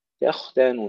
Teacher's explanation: علم الله تختانون وليس تختانون، لا نقلقل الخاء، وأيضا لا نرققها، لا نقول تختانون تخ، إنما تخ تختانون، ترقيق التاء الأولى والثانية وبينهما الخاء مفخمة ساكنة مع الرخاوة